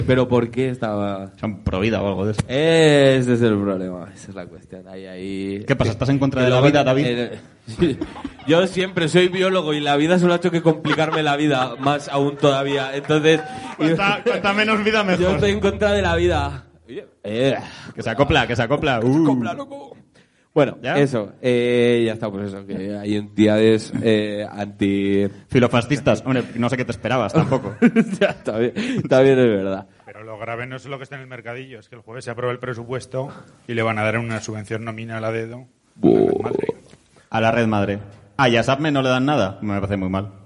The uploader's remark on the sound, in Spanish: En directo desde CSA A Ixena. Regalamos cosicas a les Monoters presentes.